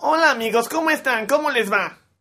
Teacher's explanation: Tus cuerdas vocales están muy apretadas. Tu garganta está muy apretada. Y tu laringe se encuentra en una posición de tragar, ya que está subiendo. · Term: muy apretado